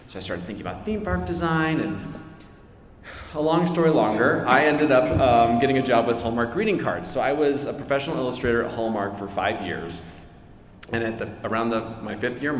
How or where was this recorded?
live audience